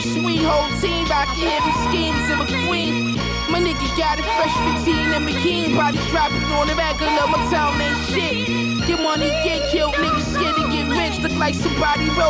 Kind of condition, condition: setting, busy venue